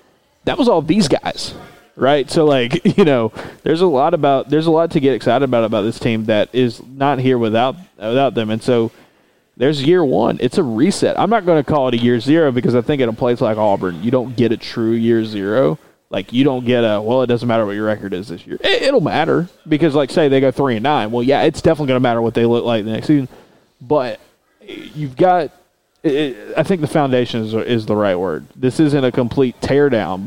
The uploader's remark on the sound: Record a podcast as the last people left on Radio Row at Media Days on Tuesday evening in Nashville. Before the SEC’s Internet connection kicks him out.